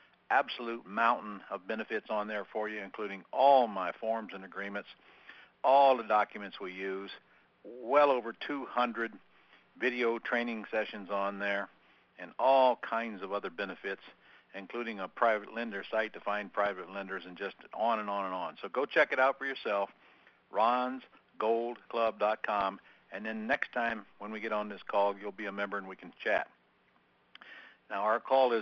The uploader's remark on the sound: 11-10-2014 Q&A Call